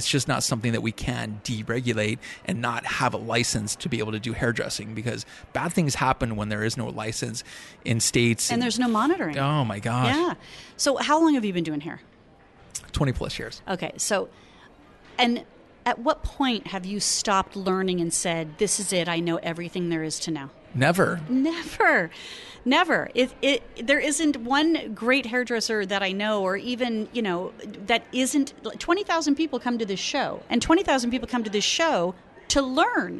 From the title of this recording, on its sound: Live at ISSE 18